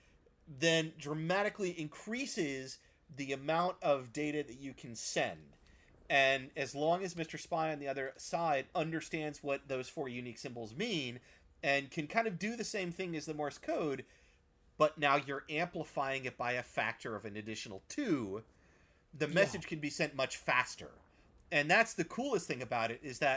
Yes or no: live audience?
no